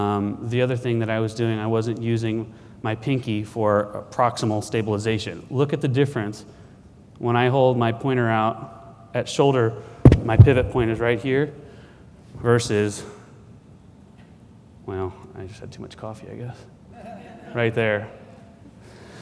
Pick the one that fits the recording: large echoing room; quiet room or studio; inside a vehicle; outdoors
large echoing room